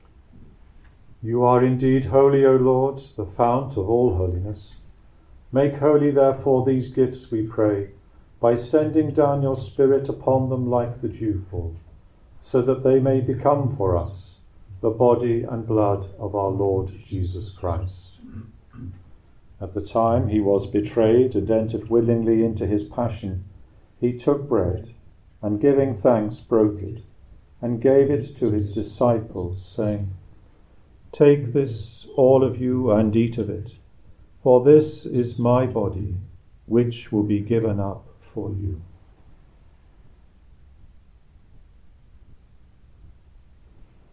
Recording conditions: large echoing room